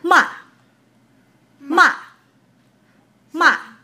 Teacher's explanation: The voice starts high and ends low. · Term: Fourth tone